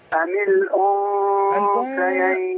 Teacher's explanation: قل الذكرين حرم ام الانثيين هنا ليه تعليقنا يعني الغنه فخمت الغنه صفه والصفه تتبع الموصوف الموصوف هنا مرقق اذا الغنه ترقق